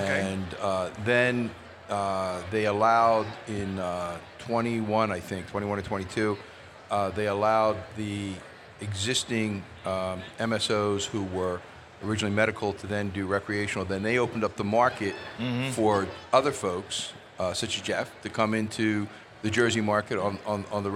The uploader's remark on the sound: Recorded at MJBizCon 2023